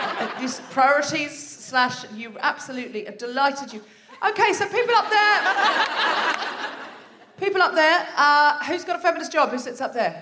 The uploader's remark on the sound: Live from the Lowry in Salford